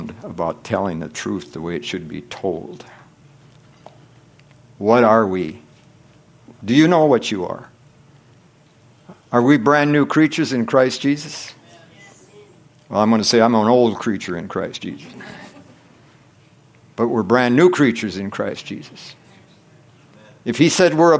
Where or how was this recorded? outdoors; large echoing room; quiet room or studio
large echoing room